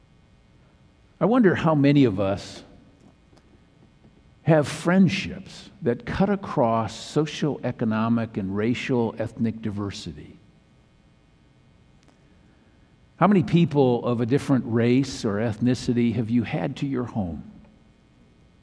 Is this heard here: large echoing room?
yes